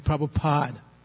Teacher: If the preceding vowel, the penultimate vowel, is a long vowel, like in Prabhupada, there's a long A, then a D, then a short A. So you can drop that short A. · Term: silent A